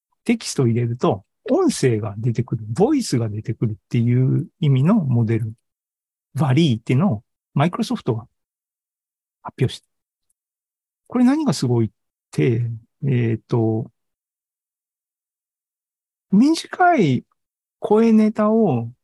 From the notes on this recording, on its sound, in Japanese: ZOOMライブの模様です。